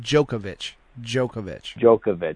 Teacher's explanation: there's a little ooh in the middle of it